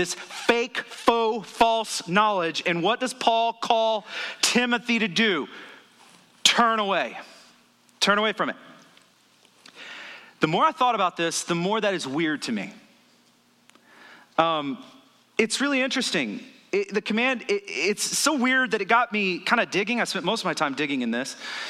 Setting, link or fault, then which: setting, large echoing room